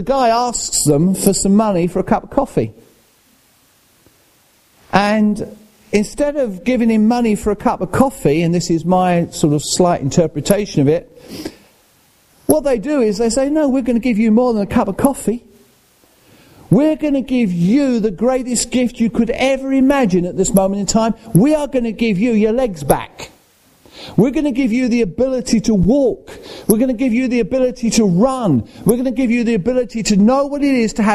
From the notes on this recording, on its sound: at Rayleigh Elim Pentecostal Church.